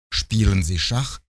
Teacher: При вопросительности интонации движение тона нисходящее-восходящее.